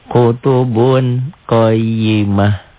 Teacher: Merubah bunyi N kalau dilatihkan jadi eng. · Term: ikhfa